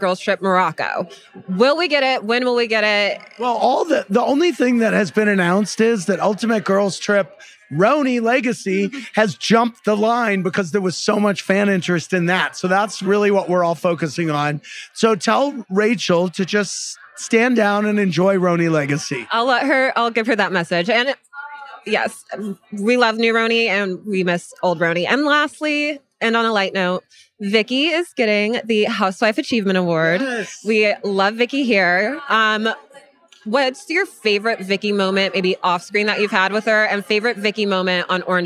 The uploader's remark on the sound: sound bites from the BravoCon red carpet